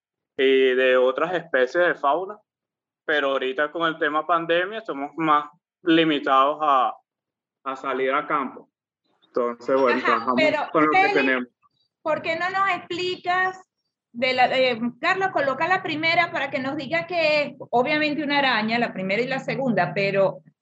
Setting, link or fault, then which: link, video call